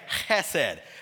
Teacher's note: And chesed, when you pronounce it, actually that H has kind of a guttural sound to it